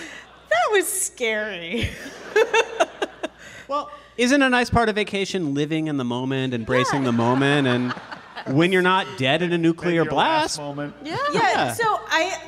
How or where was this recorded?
live audience